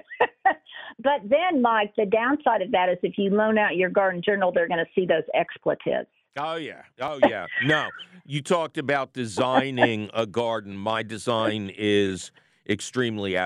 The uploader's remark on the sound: your fabulous phone calls!